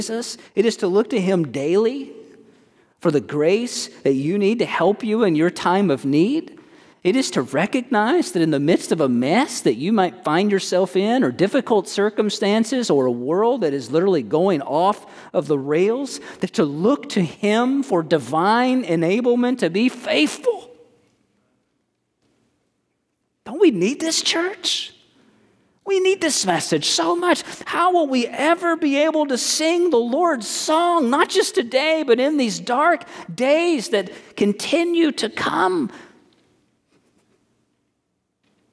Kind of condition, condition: setting, large echoing room